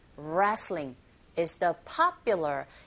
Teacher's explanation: 이때 두 번째 P 사운드가 된소리 현상이 일어나고 있습니다